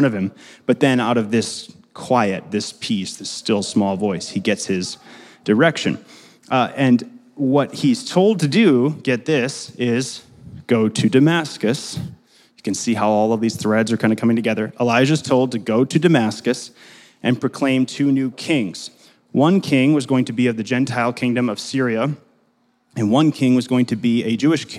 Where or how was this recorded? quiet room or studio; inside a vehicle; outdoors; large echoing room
large echoing room